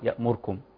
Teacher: أسمعها كثيرا من القراء يختلسون ضم الراء